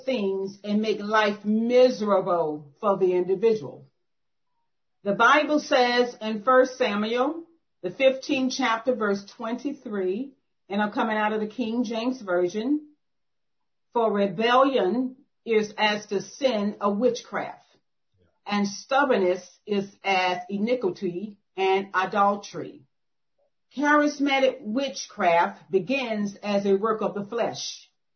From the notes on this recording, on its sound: 2021 September Zoom Meeting.